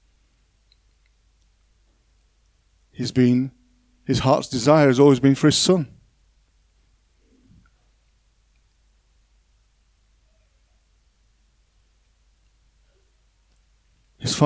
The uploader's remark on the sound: On 10th October 2021 at King's Church, Cockermouth. At King's Church, Cockermouth, as an audio file.